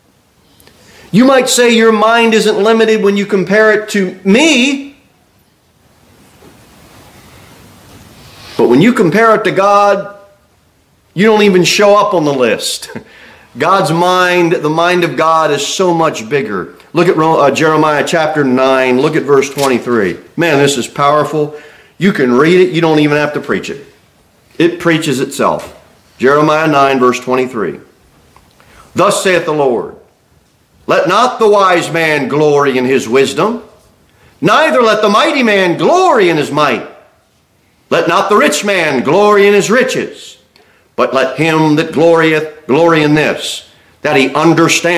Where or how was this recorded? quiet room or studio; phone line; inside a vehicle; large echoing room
large echoing room